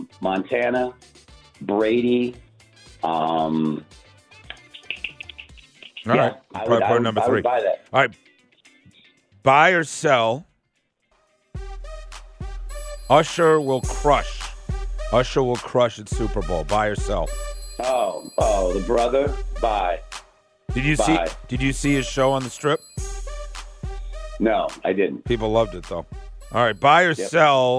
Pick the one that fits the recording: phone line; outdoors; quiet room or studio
phone line